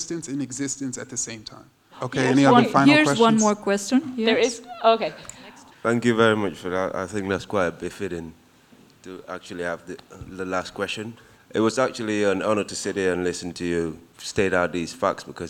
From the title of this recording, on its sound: Q&A at the "Dear White People..." Symposium in Freiburg